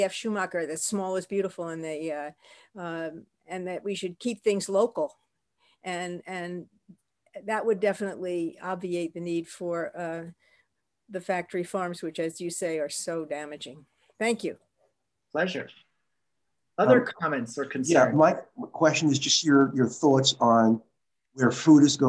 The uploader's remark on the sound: This audio was captured from Zoom. As part of Yom Iyyun on Food Ethics.